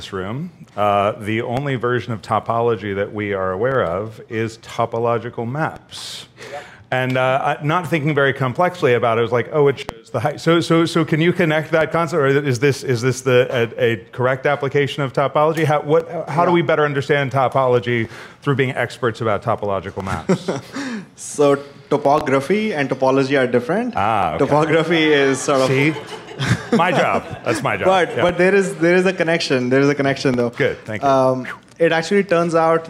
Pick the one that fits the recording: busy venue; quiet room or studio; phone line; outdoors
busy venue